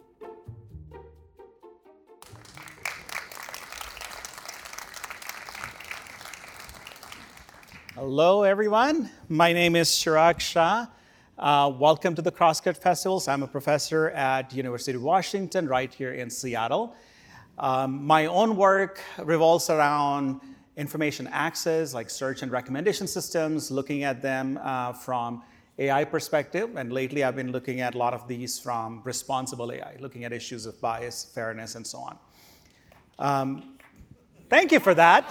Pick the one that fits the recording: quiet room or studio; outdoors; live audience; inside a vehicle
live audience